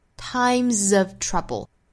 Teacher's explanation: time 后面加的这个 s 应该是浊音